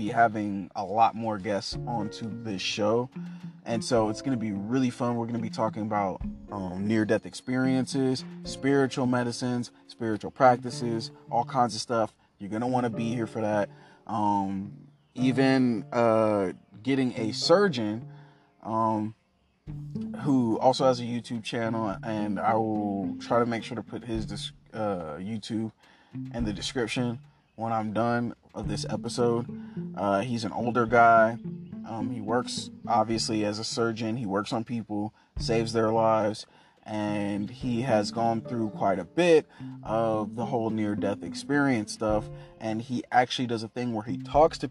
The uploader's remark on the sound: In the car thoughts